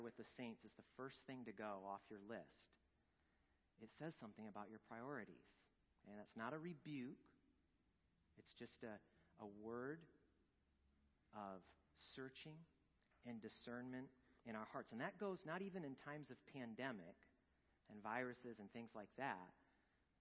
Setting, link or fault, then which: setting, large echoing room